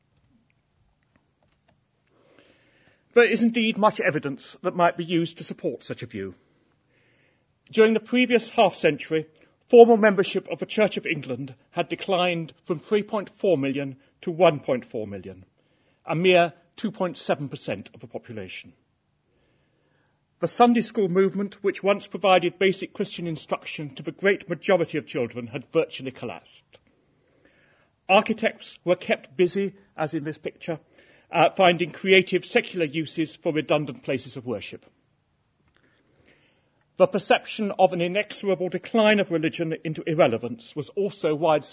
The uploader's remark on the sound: Inaugural Lecture